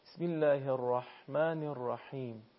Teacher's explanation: حرف ح برخلاف ظاهرش اصلا درشت و پرحجم تلفظ نمیشه